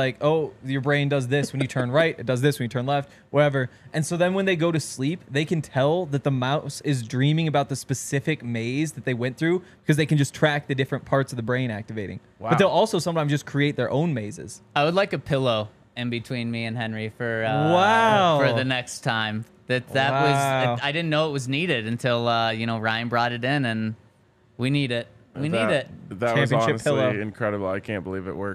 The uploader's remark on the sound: coming to you LIVE from the DNVR Bar